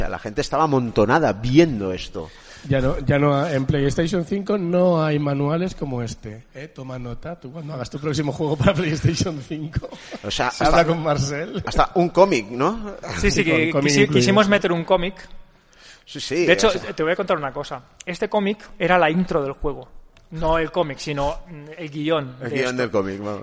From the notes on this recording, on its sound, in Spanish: Programa en directo en la 59a RU de Barcelona. Programa grabado en directo en la UOC durante la 59a RU de Barcelona. El programa se grabó en dos partes.